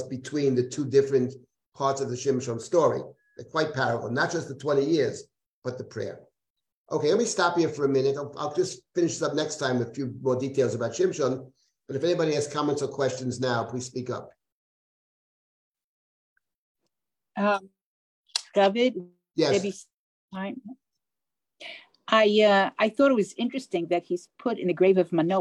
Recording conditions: video call